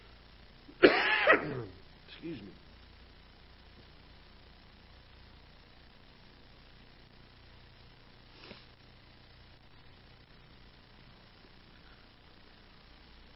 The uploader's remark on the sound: Ketha Heights Baptist Church ~ Live Broadcast